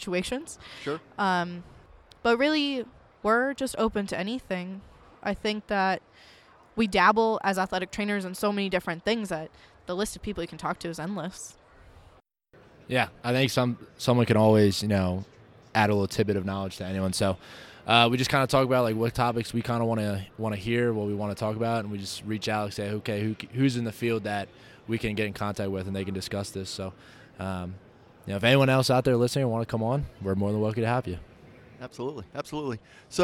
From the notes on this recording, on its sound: Live from NATA 2019.